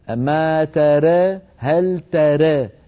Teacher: التاء دائما مفتوحة فتح كامل، والإمالة الصغرى فقط للراء لفتحة الراء وللألف التي بعدها